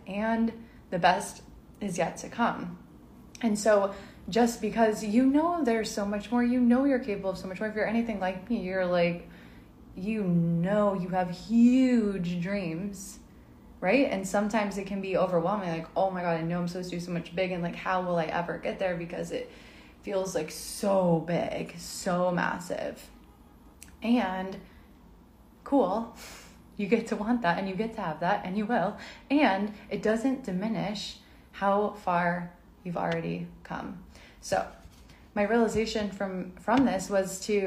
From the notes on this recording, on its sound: This is a replay from an IG live